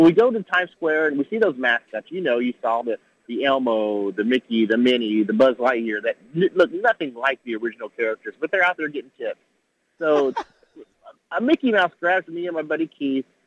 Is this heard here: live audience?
no